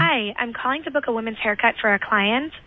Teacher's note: Like a little bit of vocal fry thrown in there.